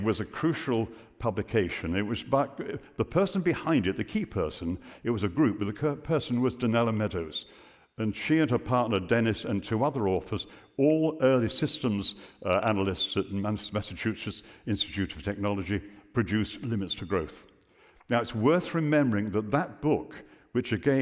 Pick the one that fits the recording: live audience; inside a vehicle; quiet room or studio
live audience